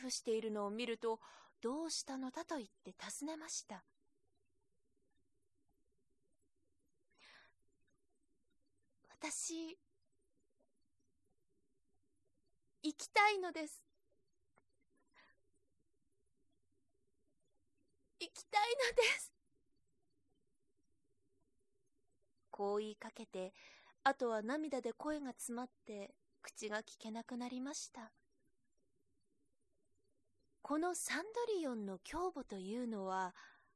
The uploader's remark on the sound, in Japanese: 自宅録音ですのでノイズなどはご了承くださいませ。